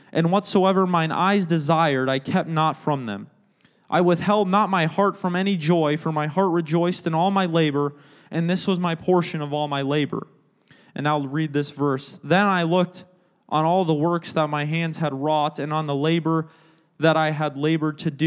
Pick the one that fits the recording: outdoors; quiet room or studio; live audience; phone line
live audience